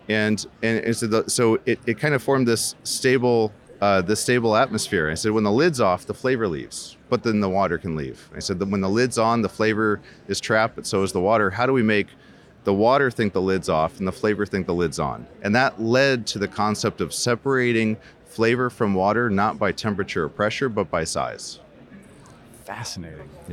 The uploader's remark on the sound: joins us from the Rally Innovation Conference